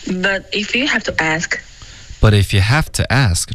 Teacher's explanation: 重音应该是 have